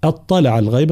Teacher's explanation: ترقيق الهمزة وتفخيم الطاء ثم الرجوع إلى ترقيق اللام